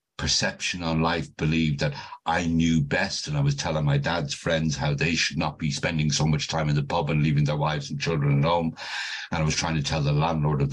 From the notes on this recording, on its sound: This zoom meeting was recorded at the Magical Mystery Tour meeting in January of 2022.